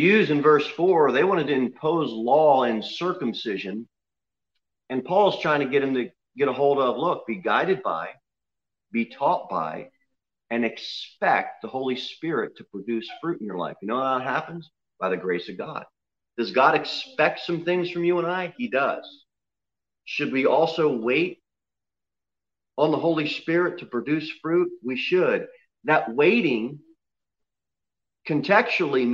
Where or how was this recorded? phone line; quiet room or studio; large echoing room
large echoing room